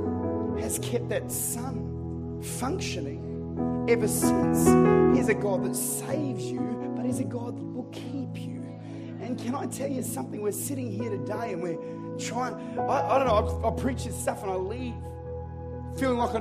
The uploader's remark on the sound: Recorded at Lifepoint Church, Adelaide, Ridgehaven Campus.